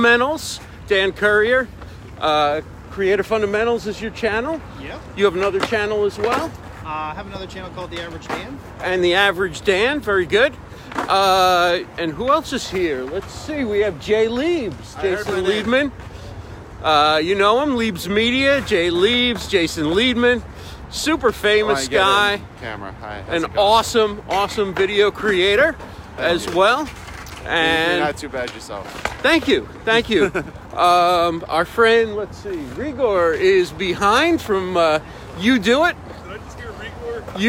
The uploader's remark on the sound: Walking in downtown NYC with the New York City Video Mastermind